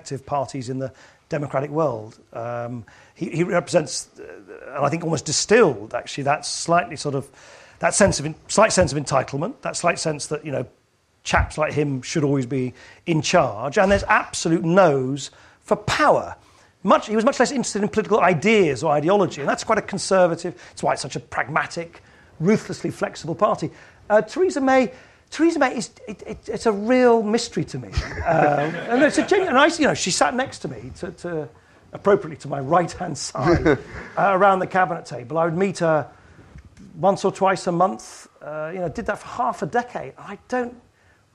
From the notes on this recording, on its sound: Joined on stage this month.